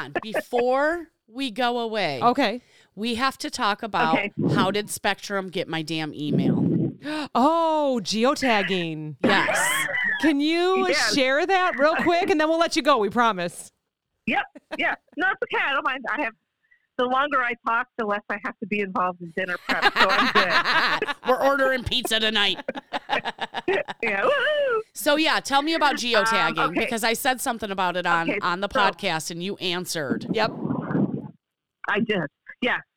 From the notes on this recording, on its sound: Phone Interview!